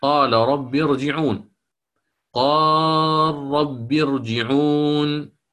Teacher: الألف التي سبقت اللام من قال المد فيها قوي فقامت مقام الحركة